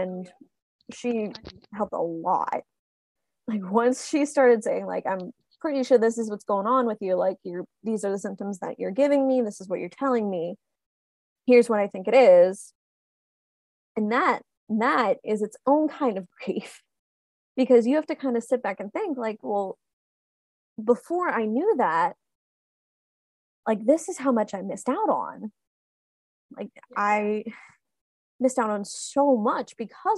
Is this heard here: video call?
yes